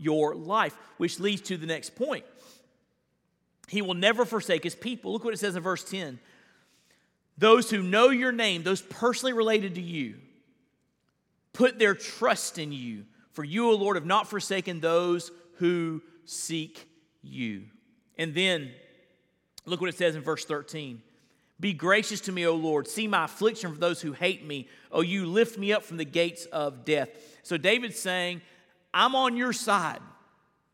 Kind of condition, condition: setting, large echoing room